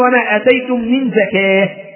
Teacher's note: الزكاة إذا وقفت عليها تقف عليها بالهاء · Term: هاء تأنيث